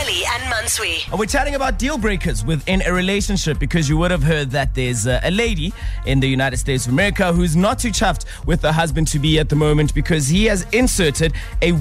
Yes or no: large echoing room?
no